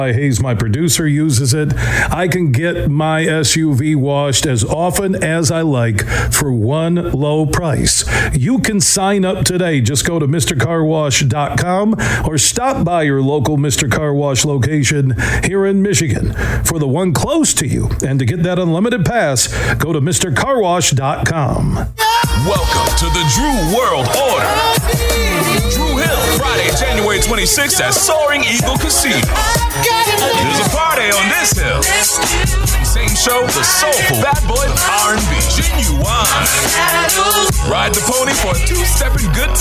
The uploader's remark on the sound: we're broadcasting live from the Coppercraft Distillery in Holland